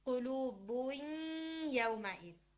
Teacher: नून साकिन के बाद चूंकि या आया तो अब आधा नून ले रहे हैं आधा या ले रहे हैं · Term: गुन्ना